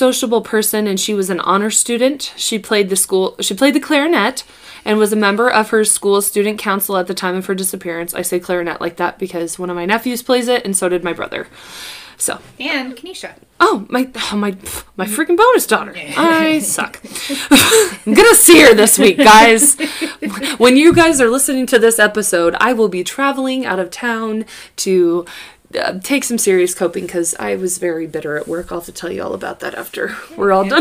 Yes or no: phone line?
no